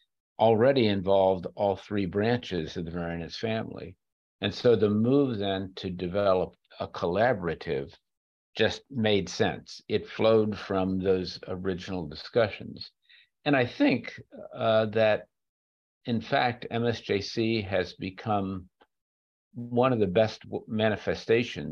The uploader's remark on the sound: This podcast is a recording of a Zoom conversation